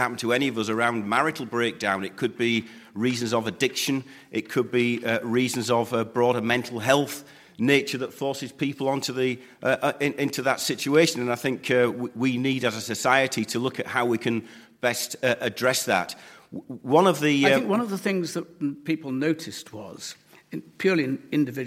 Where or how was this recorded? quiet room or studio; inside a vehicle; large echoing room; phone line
large echoing room